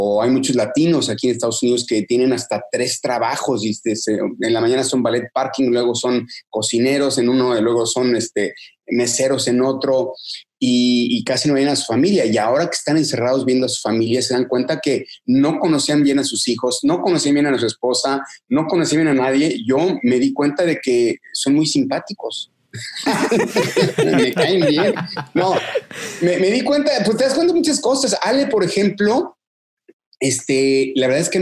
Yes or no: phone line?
no